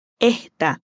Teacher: Por fin también aspira la S en esta.